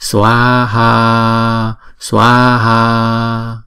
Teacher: Chữ Swaha là hai âm và mỗi âm là hai nhịp. Bởi vì chữ A có dấu gạch ngang trên đầu nè ha.